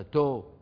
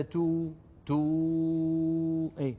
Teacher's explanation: طولت الضمة تولد منها واو فصيحة · Shown in: second take